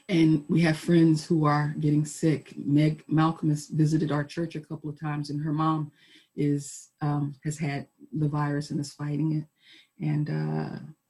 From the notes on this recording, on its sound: Our Zoom streamed service